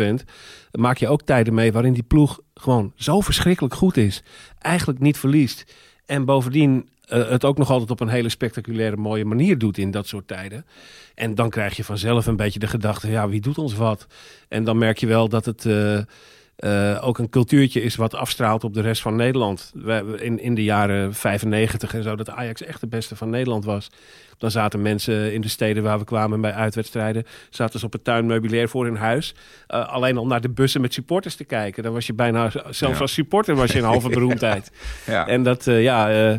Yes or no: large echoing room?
no